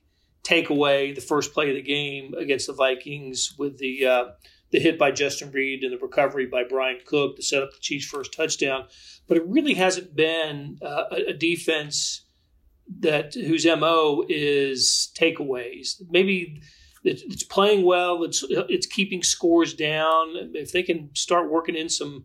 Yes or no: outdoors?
no